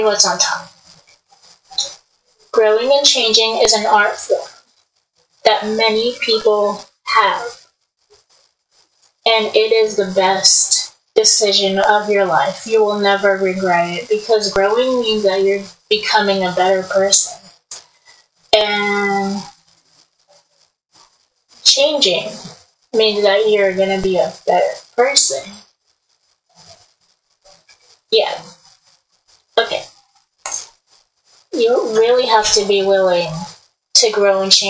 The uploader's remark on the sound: I couldn't make the audio clear